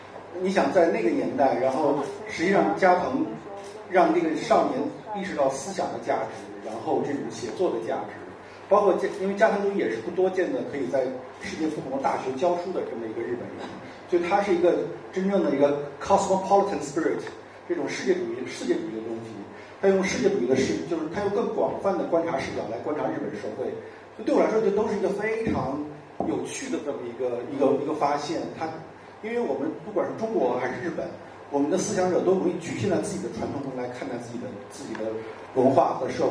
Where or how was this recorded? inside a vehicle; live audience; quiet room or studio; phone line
live audience